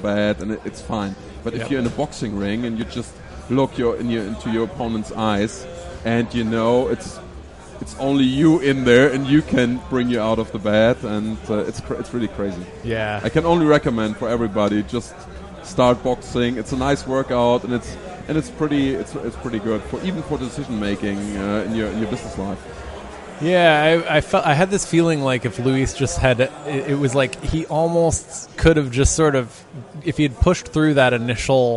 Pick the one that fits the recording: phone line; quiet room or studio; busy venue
busy venue